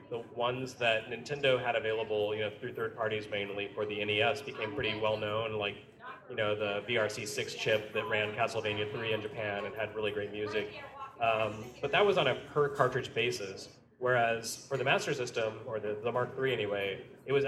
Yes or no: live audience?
yes